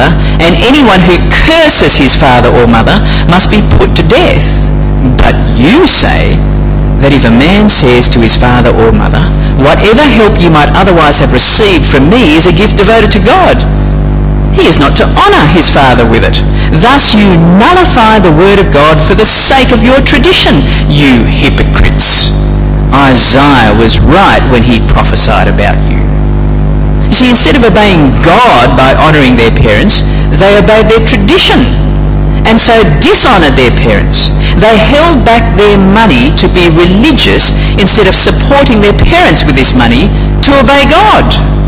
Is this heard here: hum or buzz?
yes